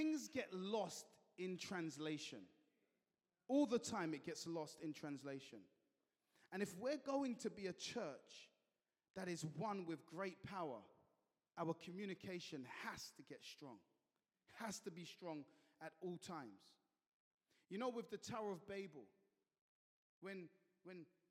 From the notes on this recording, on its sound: At Joshua Generation Church Milnerton congregation.